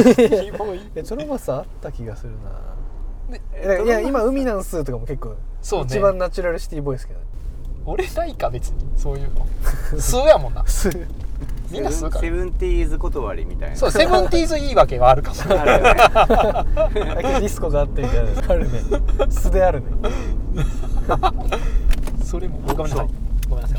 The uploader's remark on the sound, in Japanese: 恒例の移動中録音回。今回車で走っているのは目黒区五本木〜世田谷区池尻周辺の往復です。